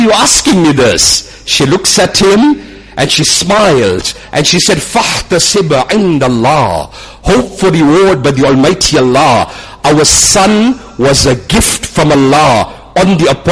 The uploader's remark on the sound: Jumuah lecture at Umhlanga Masjid